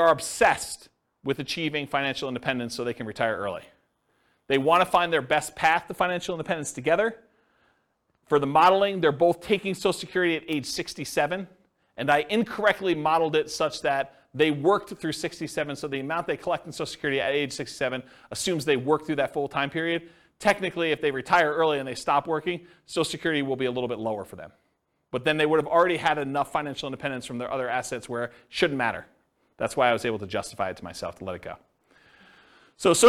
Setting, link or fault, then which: setting, live audience